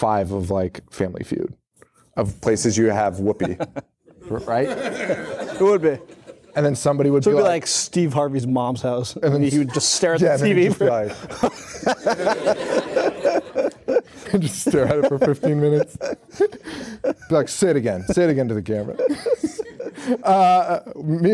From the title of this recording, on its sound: Live at Salem Horror Fest